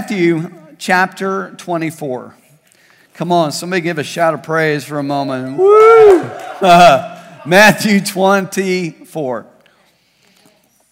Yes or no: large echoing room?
yes